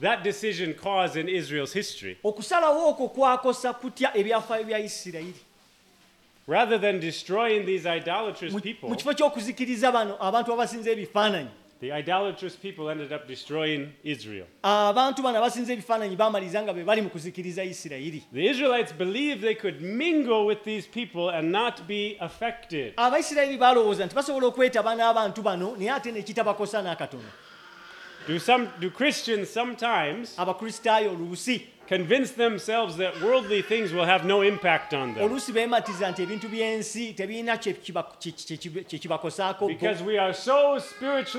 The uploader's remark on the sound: At Lubumba Community Church on Sunday, November 5 2023.